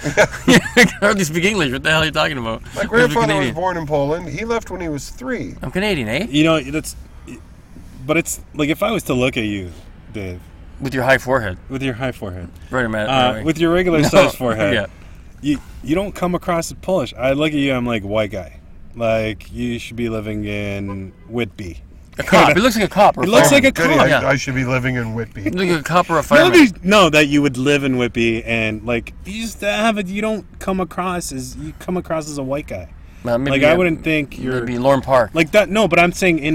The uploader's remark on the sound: Sits down in the car studio.